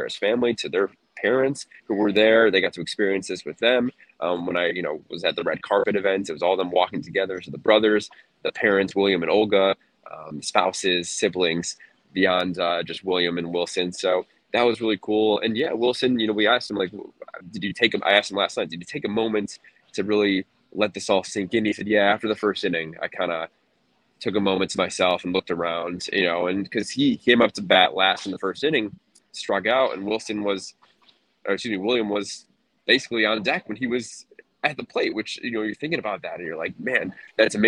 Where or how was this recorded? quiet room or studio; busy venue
busy venue